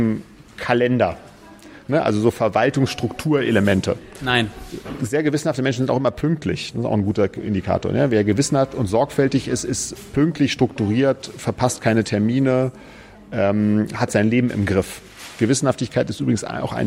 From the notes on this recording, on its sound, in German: in der Ocelot-Buchhandlung (Berlin, Brunnenstraße) aufgezeichnet.